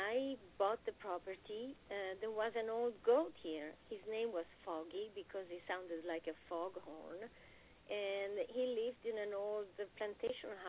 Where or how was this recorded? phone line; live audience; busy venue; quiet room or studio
phone line